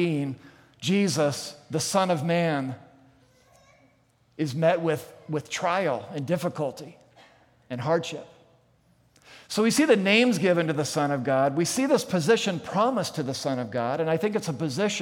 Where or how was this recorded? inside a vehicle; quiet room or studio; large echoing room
large echoing room